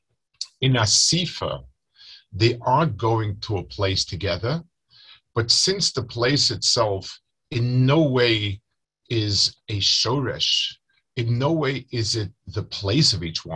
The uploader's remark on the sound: Delivered over Zoom to Chullin Chaburah.